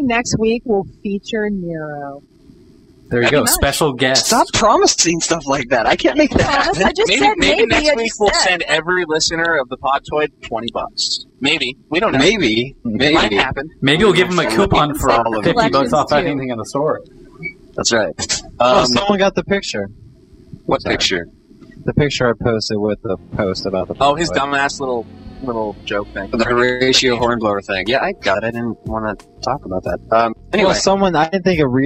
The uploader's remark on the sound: The Bad Audio One.